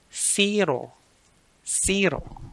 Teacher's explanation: The only difference is the pronunciation because we don't have Z sound. So what we do is we replace Z with S. So from zero, it becomes zero.